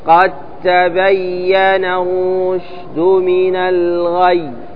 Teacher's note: فمن هذه الكلمات الخاصة التي تقع في القرآن وفيها إدغام المتجانسين الدال في التاء، وهما من مخرج واحد